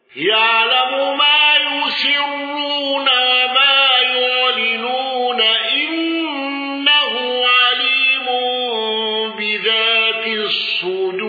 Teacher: الأزرق بالإشباع وترقيق الراء المضمومة